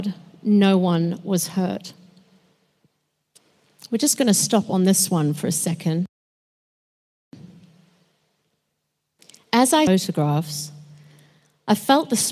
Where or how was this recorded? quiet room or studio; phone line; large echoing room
large echoing room